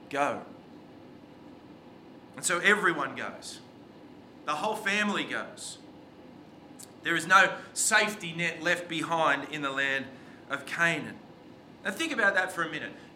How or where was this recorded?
large echoing room